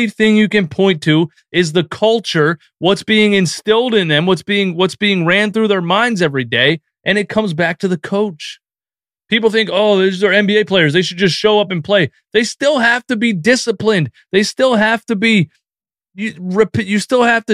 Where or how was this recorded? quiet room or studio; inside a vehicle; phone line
phone line